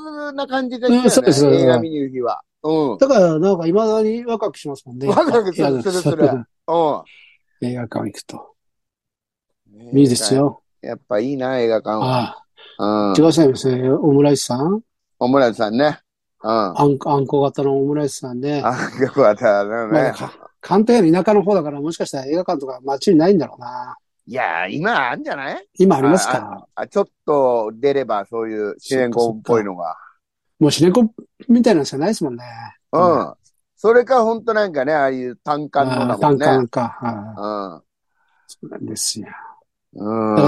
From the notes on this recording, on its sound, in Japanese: ZOOMで収録